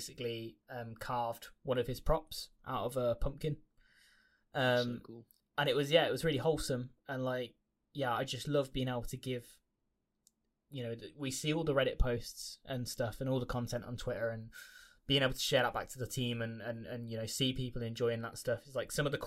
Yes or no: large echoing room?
no